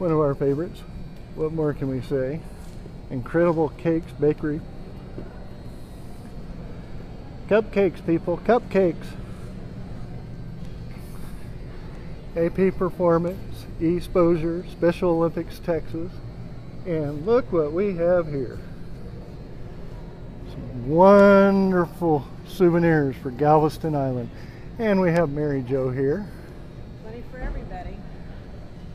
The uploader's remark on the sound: Went through the Galveston Island Convention Center showing all the areas. A special add of NASA's Space Exploration Vehicle (SEV) rolling in on Thursday Morning.